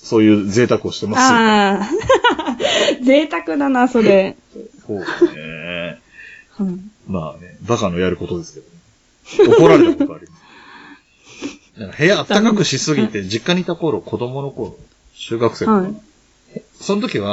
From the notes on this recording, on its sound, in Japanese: 今回収録環境の影響で音質がよろしくありません、すみません。